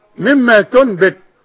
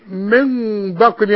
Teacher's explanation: نون بعدها باء يحصل لها اقلاب مع الإخفاء بالشفايف مع الغنة